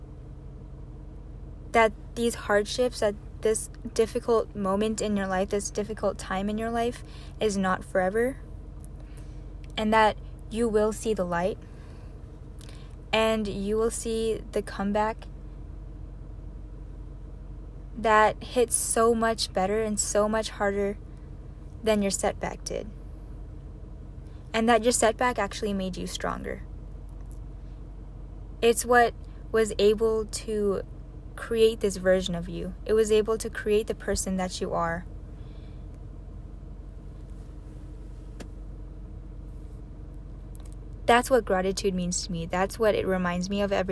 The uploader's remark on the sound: another one in my car